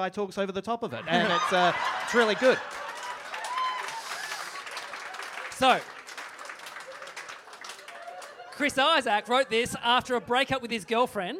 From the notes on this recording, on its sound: The very first live 100% Hits Vol Pod recorded at The Basement Comedy Club at the European Bier Café